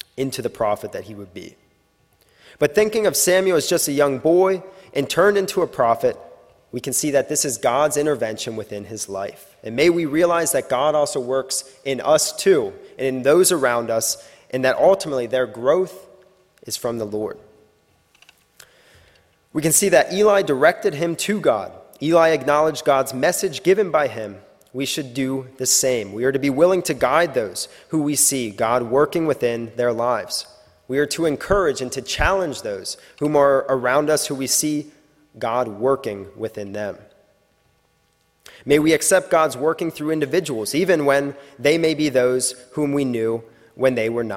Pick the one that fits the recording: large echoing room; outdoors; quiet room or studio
large echoing room